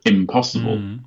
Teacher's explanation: So they kind of, in English, for example, a negative suffix like in, invisible, in some words becomes im, like impossible. Because the P influences the N and becomes an M sound because it's easier to pronounce